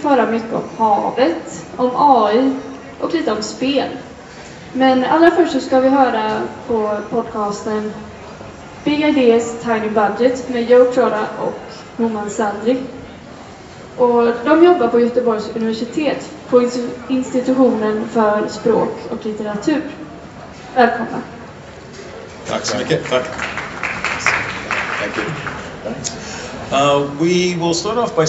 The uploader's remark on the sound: this is a recording of our live performance at the Gothenburg Science Festival